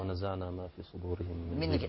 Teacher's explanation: الغين إذا كسرت ترقق